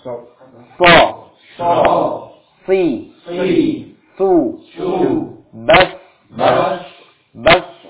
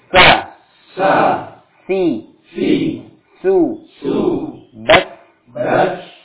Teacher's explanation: Satu makhraj huruf sin yang bedakan nanti pada sifat isti'la ya. Dia kalau huruf sad lidahnya naik. Lidahnya naik. Adapun huruf sin tetap biasa.